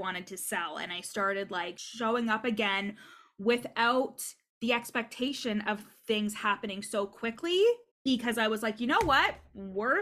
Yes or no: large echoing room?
no